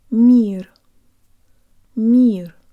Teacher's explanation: There's almost a Y sound built into the M.